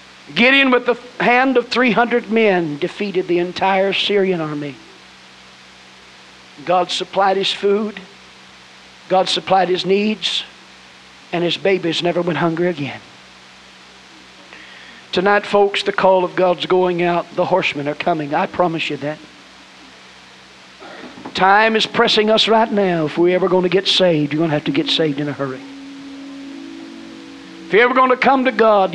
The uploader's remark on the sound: At First Apostolic Church in North Vernon, Indiana.